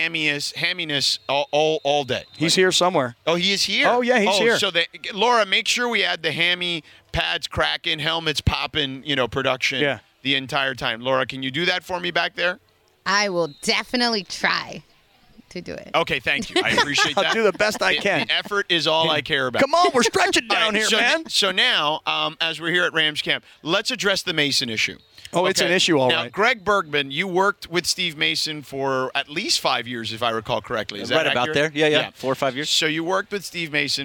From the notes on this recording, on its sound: The guys are live from UC Irvine from Rams Camp.